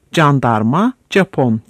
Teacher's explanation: Ağızlarda bu kelimelerin bazıları J yerine C ile söylenir